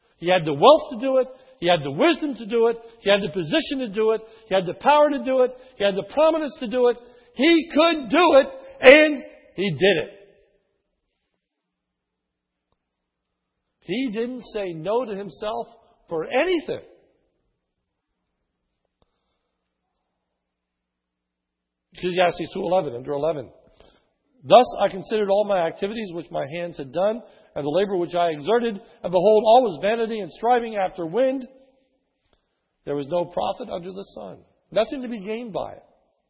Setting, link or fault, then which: setting, large echoing room